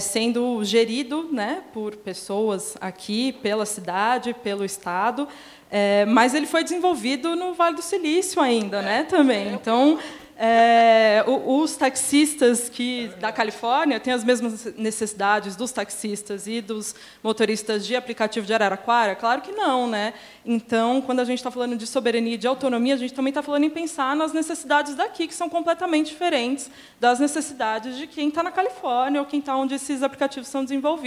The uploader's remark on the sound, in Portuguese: Esse episódio especial do Tecnopolítica foi gravado ao vivo. No Tucarena. Fez parte do Diálogos Fundasp.